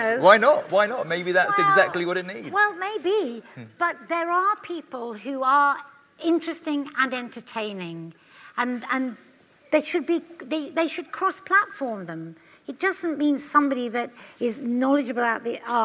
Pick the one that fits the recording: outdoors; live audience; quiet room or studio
live audience